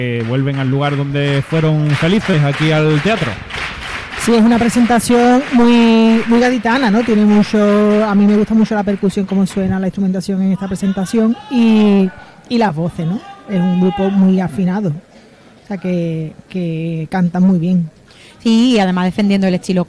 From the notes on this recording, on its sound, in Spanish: En directo desde el Gran Teatro Falla de Cádiz, escucha la retransmisión del Concurso Oficial de Agrupaciones Carnavalescas del Carnaval de Cádiz 2024 en Onda Cero.